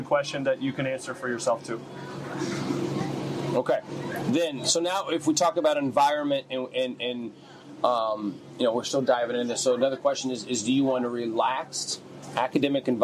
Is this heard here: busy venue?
yes